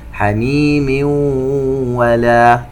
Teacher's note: تنوين وبعدها حرف الواو إدغام بغنة